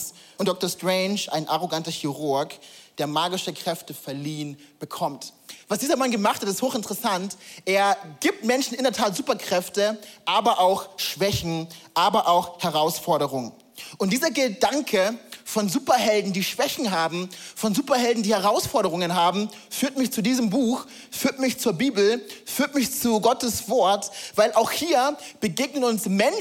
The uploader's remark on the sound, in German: Audiomitschnitt der Predigt